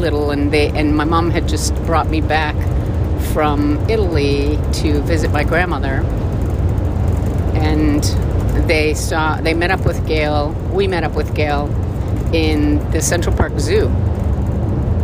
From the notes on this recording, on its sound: Podcasting in my Van. You'll hear the rough road going by underneath, but hey, it's like you're riding along.